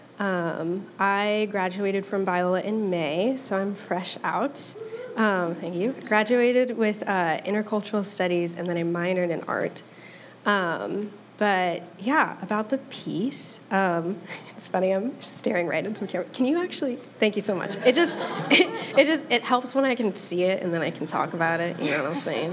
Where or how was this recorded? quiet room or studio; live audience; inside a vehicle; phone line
live audience